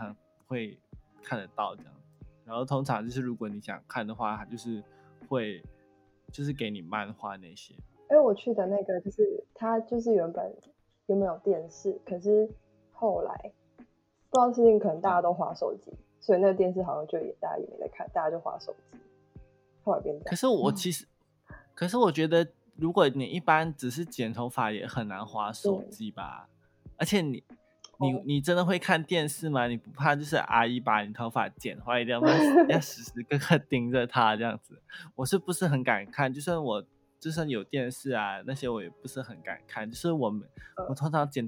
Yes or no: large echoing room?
no